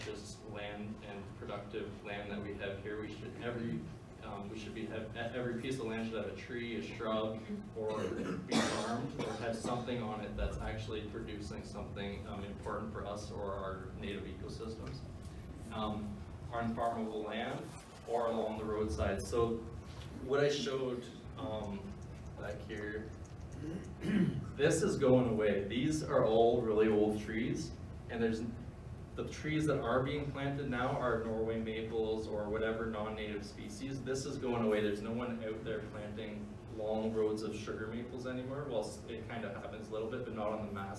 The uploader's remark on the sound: A keynote I gave on March 20, 2019